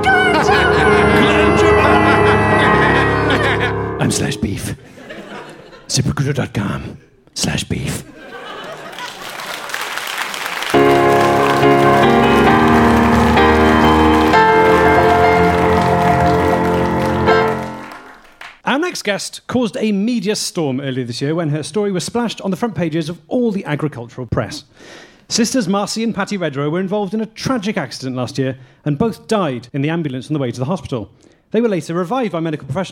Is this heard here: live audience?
yes